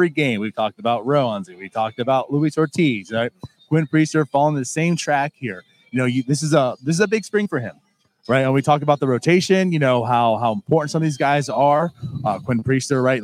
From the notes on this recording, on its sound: We are live inside LECOM Park for today’s Spring Training game